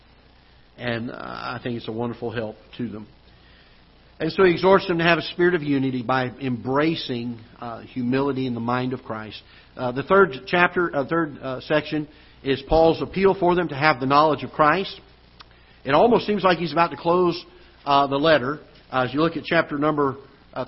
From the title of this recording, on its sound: Ketha Heights Baptist Church ~ Live Broadcast